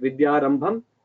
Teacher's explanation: Vidya is Alpaprana, Rambham is Mahaprana.